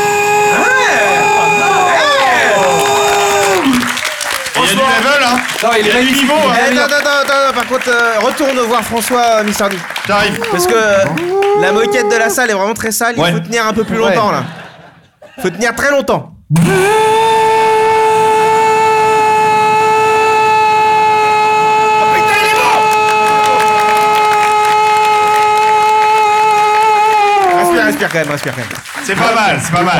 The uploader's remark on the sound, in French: on enregistre live au club de l'étoile!